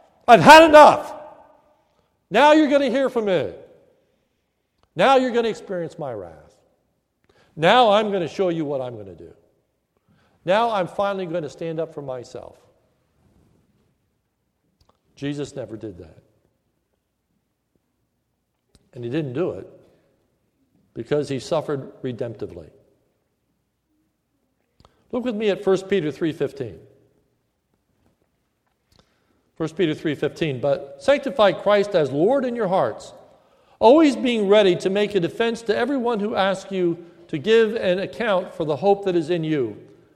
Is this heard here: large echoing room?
yes